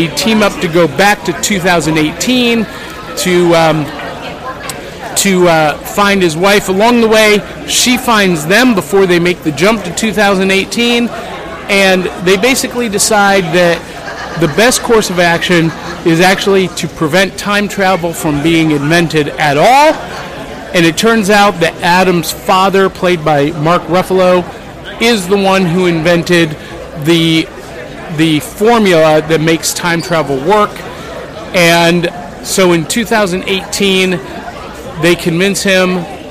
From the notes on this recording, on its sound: Live from Nashville Comic & Toy day.